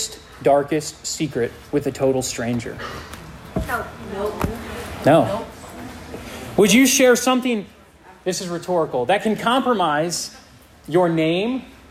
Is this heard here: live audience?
yes